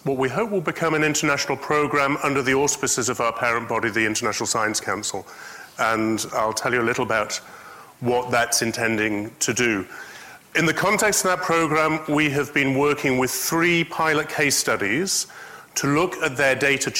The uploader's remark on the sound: IFE Distinguished Visitor Lecture - recorded 7 June 2019 at QUT.